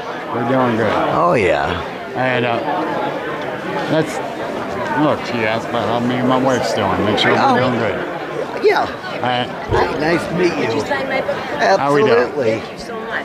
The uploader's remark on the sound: recording live from Penn-Ohio Paranormal Conference